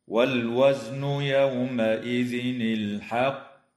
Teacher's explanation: اللام في كلمة والوزن وفي كلمة الحق تسمى لام أل، وحكمها الإظهار القمري، ويجوز الوقف على كلمة الحق من قبيل الوقف الحسن مع مراعاة قلقلة القاف مشددة